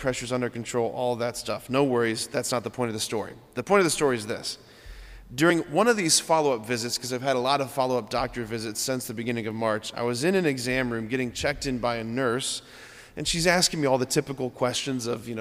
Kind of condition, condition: setting, large echoing room